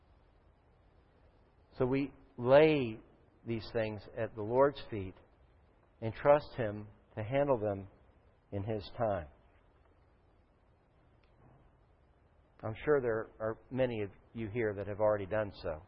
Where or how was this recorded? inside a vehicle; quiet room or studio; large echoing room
large echoing room